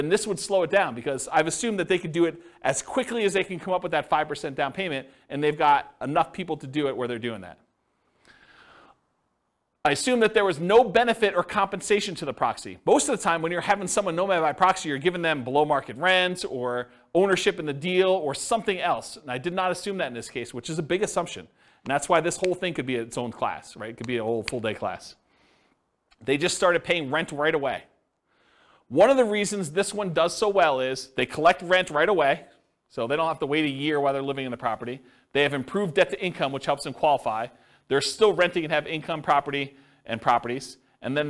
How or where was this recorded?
live audience